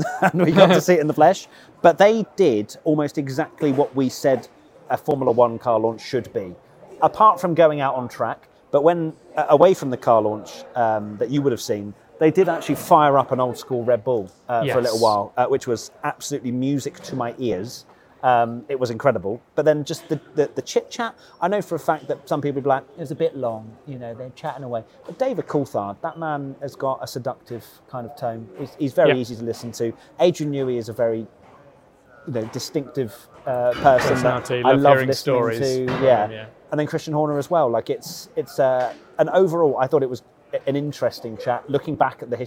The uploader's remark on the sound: We're coming to you live from Red Bull's launch